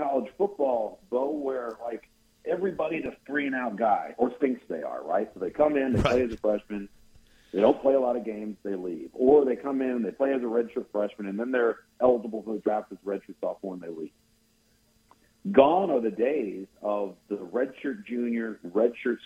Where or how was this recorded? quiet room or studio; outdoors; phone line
phone line